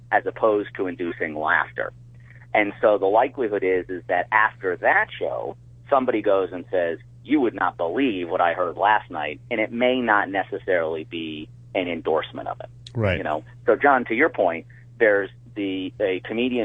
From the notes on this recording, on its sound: Then they take two phone calls.